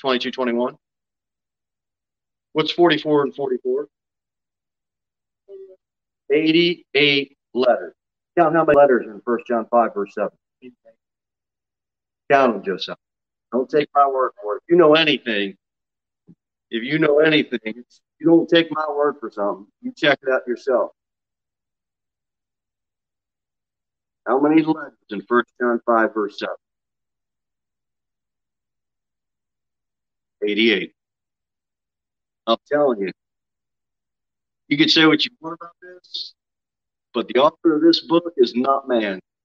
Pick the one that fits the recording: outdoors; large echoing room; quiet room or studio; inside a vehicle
large echoing room